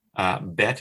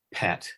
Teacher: They're both articulated exactly the same way, but B is voiced because your vocal cords are operating and P is not